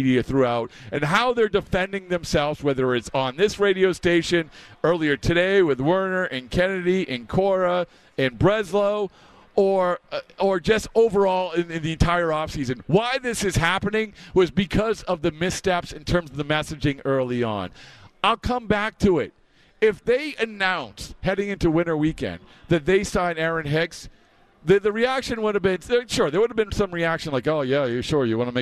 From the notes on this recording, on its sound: live from Red Sox Winter Weekend